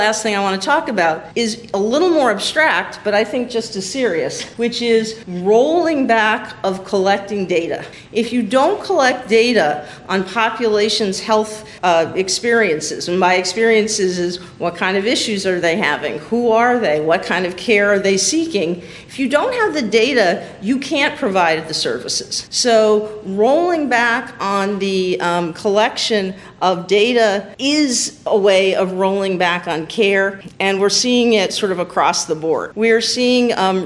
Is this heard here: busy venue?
yes